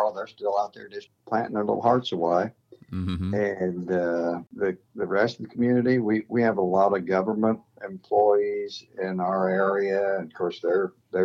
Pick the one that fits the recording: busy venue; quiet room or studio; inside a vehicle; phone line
phone line